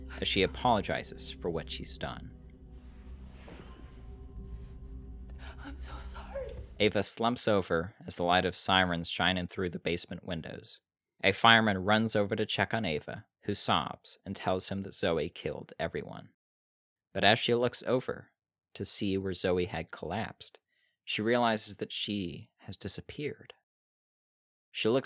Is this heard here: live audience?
no